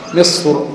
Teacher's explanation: في كلمة مصر المرجح التفخيم نظرا لفتحة الراء وصلا